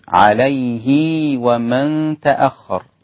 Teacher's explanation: اللي وصل هذه الهاء وخلاها مد صلة صغرى الإمام ابن كثير وانفرد بها